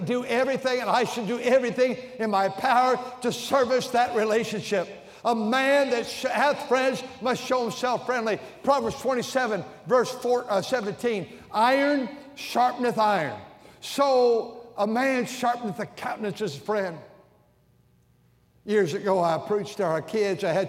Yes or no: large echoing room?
yes